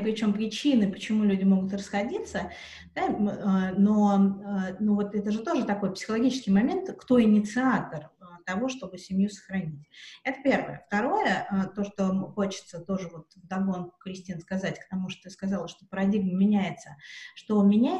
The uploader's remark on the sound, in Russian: Запись «карантинная» - через zoom. Запись «карантинная» - через zoom.